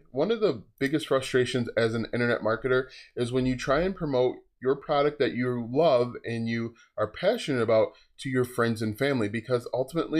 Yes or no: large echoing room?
no